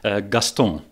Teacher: you dropped the N at the end, right? It sounded almost French. I made it nasal.